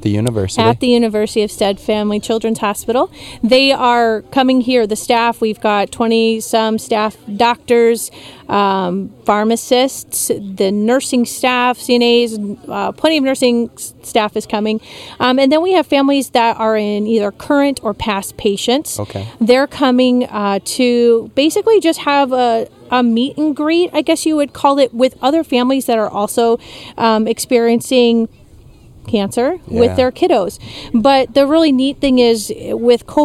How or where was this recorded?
outdoors